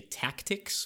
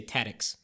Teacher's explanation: instead of being able to say tactics with that k sound, I always would say tatics